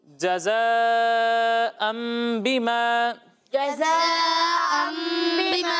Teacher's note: مد متصل کو دو یا ڈھائی الف کے برابر کھینچنا ہے